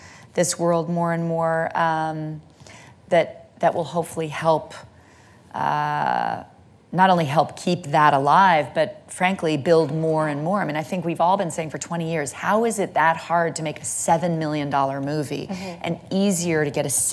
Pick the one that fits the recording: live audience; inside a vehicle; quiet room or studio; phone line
live audience